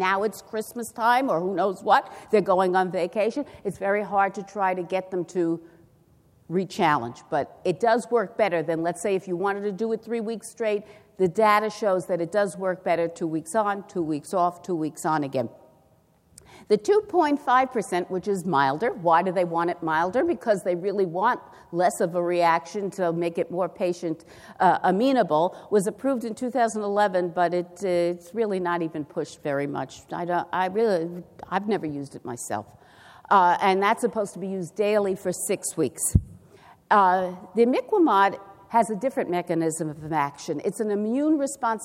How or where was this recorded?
live audience